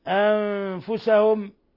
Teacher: أنفسهم نون ساكنة جاء بعدها الفاء إخفاء حقيقي